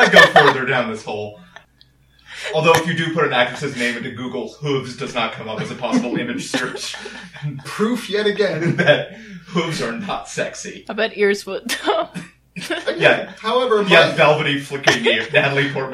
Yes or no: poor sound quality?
yes